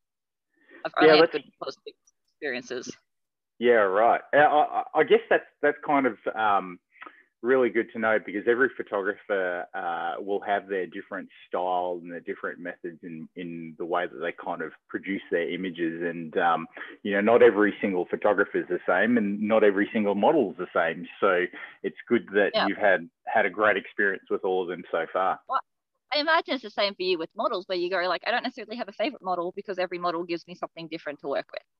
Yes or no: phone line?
yes